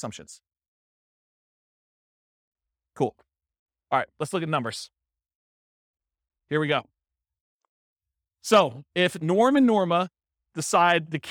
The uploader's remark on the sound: This was a live class recorded